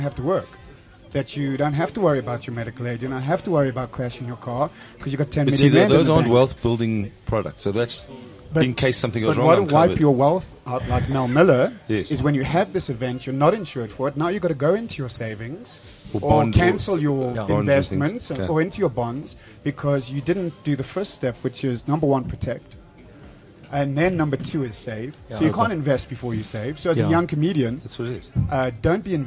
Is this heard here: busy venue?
yes